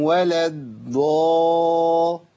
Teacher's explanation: هو بيستعد للضاد فجاب دال